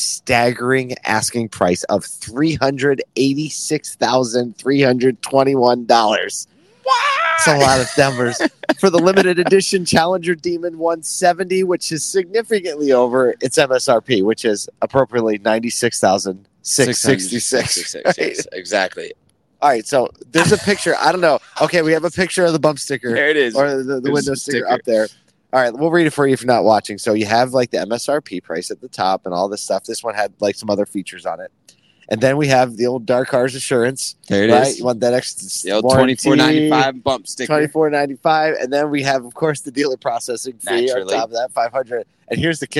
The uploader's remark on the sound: We’re live from Used Car Week 2023 in Phoenix